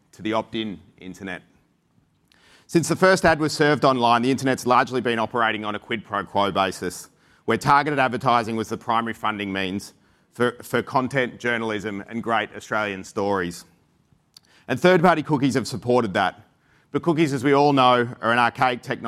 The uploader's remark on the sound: recorded at Advertising Week APAC 2022